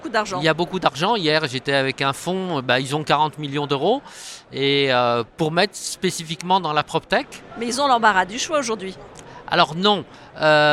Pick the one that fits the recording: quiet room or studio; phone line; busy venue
busy venue